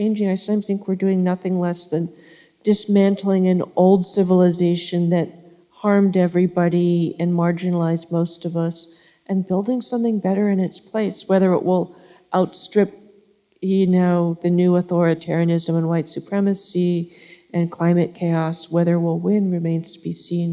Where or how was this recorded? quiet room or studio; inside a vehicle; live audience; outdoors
live audience